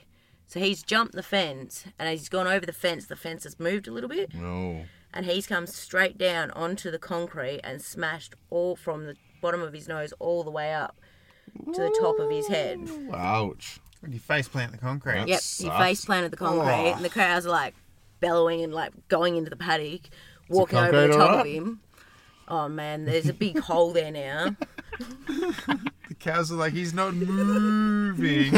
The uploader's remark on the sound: We chat, we laugh, we chat as we laugh and we get through a platter of stories delivered directly from the car studio parked neatly at our favorite campground.